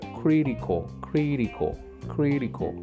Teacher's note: Una vez más, esa T la pronunciamos como una R. Y al final, que es una e A L suena co, co, co.